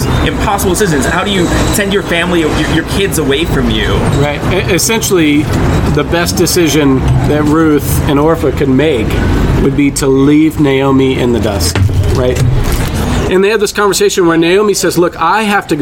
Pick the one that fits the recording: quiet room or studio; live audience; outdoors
outdoors